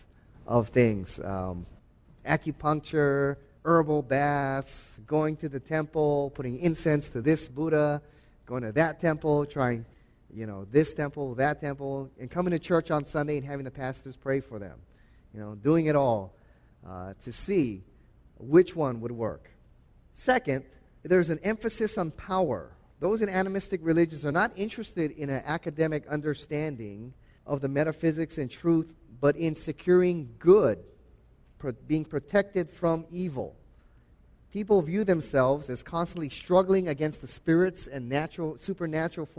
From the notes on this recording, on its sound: before a live audience